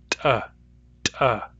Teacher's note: raising my glottis to increase the air pressure in my mouth just a little bit, and that makes the sound a little bit stronger. Plain T sounds like t, t. · Term: Glottalized T